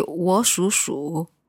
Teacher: we have two third tones together. The first third tone becomes second tone.